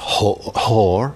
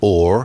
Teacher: The H drops at the beginning. H often dropped in early modern English in that way. · Shown in: second take · And you get this other change, our, in modern English, becoming or in the earlier version.